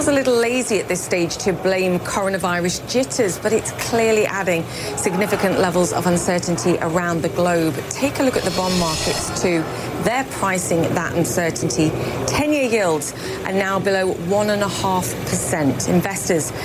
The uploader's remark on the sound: live from the New York Stock Exchange